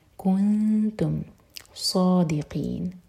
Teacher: साद heavy और क़ाफ़ हलक से और एन में मद आदल सुकून।